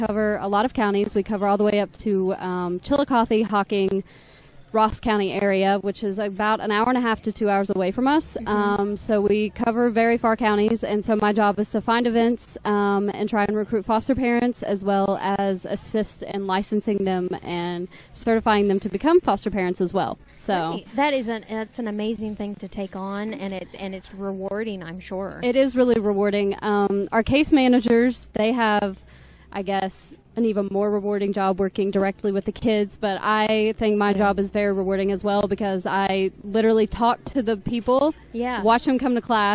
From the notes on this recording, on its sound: Record live from the First Friday event in Gallipolis. Hear interviews from members of the Chamber of commerce, event organizers, vendors and attendees!